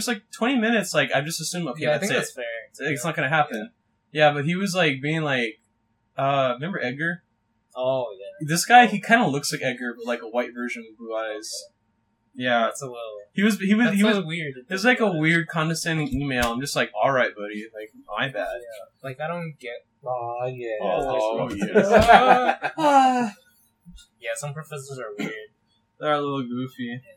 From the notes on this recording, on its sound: We're back with more audio issues